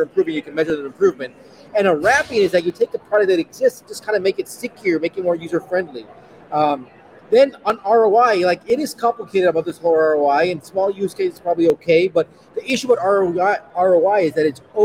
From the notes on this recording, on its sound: Live from #meandatastreets of Big Data London